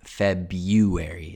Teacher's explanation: There is an R, and it probably comes from that Latin februm. The R kind of remained in the spelling, but it disappeared in the pronunciation because generally people say February.